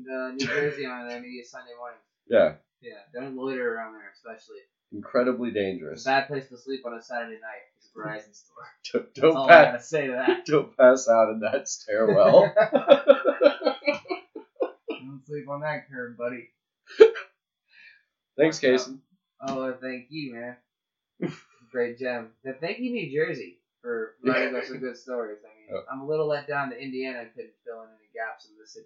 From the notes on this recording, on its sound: Smiley engineering sound. Some mastering has been done, but the audio quality is not as great.